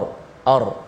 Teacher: ar tu berada di hujung lidah dan hujung tu digetarkan · Term: huruf ra